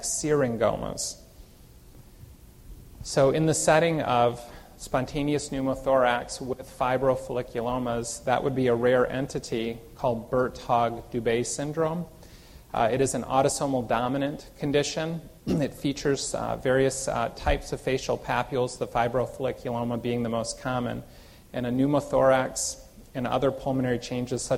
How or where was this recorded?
large echoing room